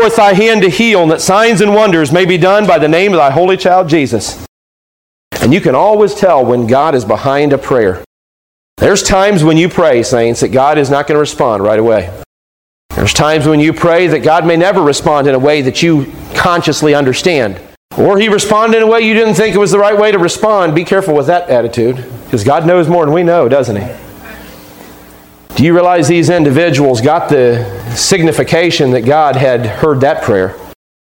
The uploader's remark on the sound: Taken from a sermon preached on July 5, 2015